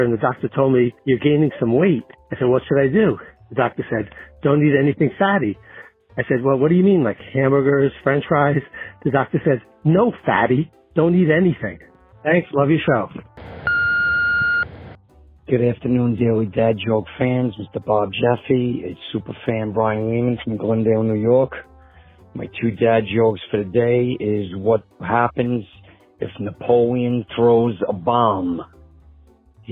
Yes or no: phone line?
yes